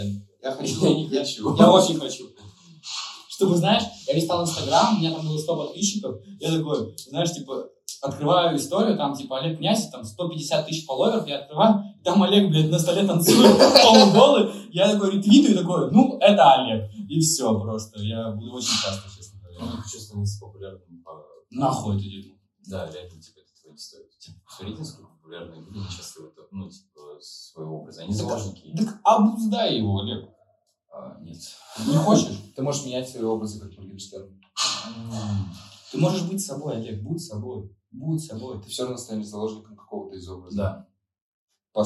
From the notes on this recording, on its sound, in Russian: В этом подкасте есть небольшие проблемы со звуков